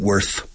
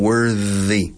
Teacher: Con TH suave. Ahora, si añades Y, se cambia. La pronunciación worthy. TH vibrada.